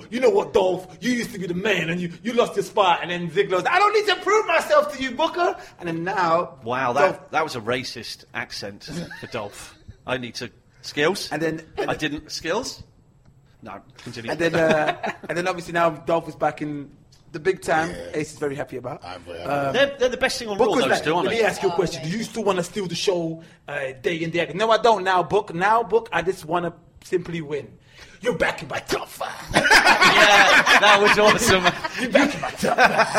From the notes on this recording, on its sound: celebrate live at the 02 indigo